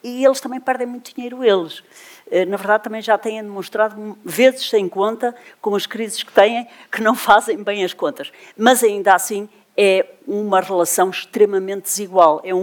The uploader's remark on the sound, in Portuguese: conversa que foi gravada ao vivo, no dia 3 de Novembro de 2023, a propósito do Festival Literário Utopia, em Braga